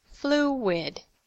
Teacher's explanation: The IPA symbol shows a W at the end. This W is emphasized to make a separation between the U and the I, and it sounds like fluid.